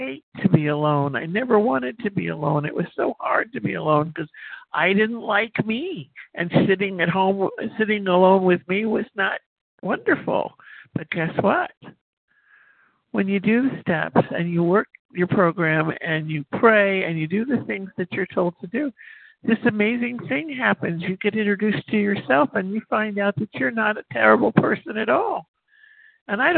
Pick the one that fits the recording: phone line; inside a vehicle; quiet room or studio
phone line